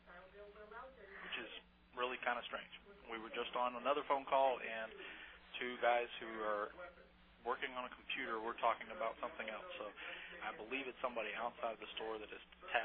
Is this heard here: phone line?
yes